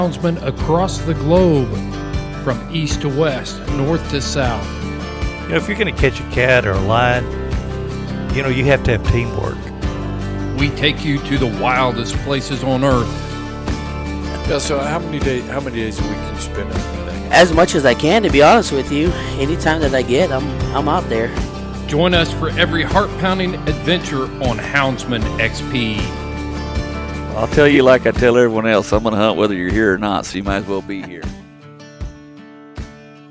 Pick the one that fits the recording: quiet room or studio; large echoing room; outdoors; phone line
outdoors